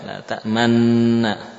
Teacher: Idgham kabir, ya, idgham kabir. Karena ada huruf nun dhammah ketemu nun lagi diidghamkan